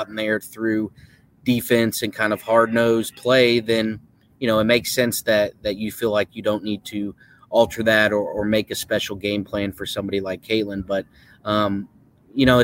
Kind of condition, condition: setting, busy venue